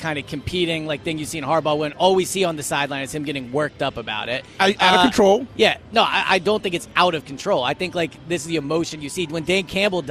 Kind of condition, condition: setting, busy venue